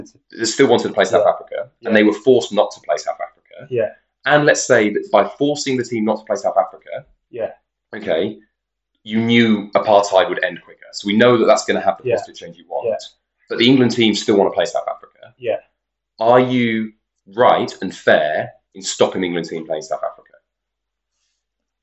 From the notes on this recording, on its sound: We are a super low budget podcast and episode one was very much our trial run. The audio quality is not as good as later episodes.